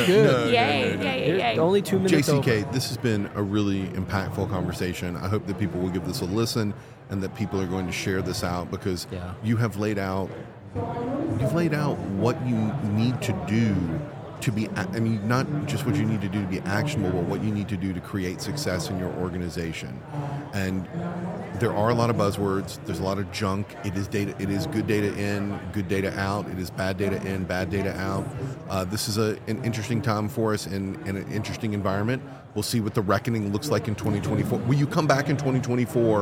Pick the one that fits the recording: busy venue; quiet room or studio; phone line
busy venue